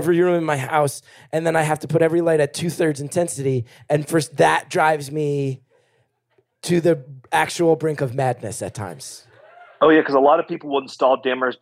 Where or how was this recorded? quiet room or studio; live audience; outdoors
live audience